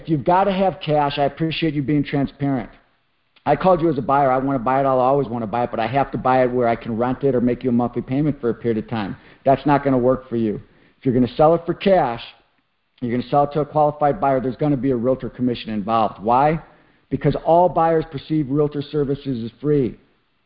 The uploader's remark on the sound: Gold Club Q&A Call